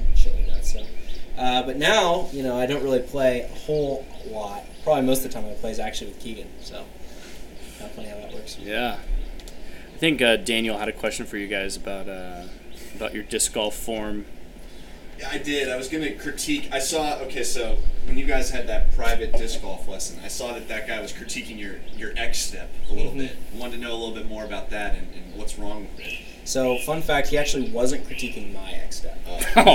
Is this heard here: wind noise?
yes